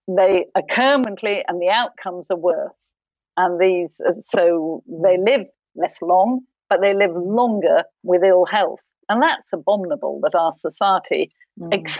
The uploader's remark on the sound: Recorded 4 March 2021 via Zoom.